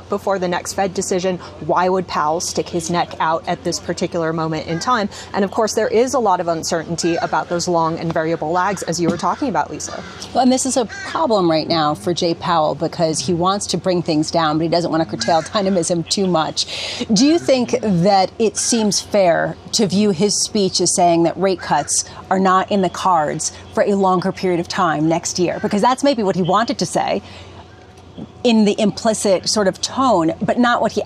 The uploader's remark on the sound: Live From Jackson Hole '23